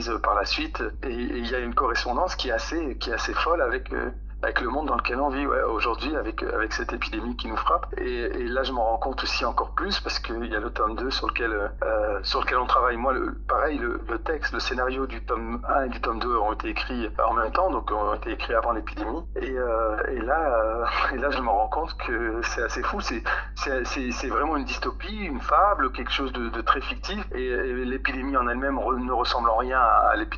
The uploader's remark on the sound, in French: Au téléphone pour La voix de la plume. Au téléphone pour La voix de la plume.